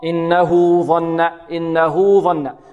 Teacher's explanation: وهاء الضمير بارك الله فيكم مضمومة فتوصل بواو